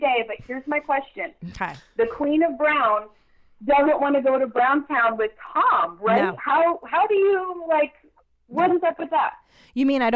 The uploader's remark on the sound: The two of them take live calls from listeners.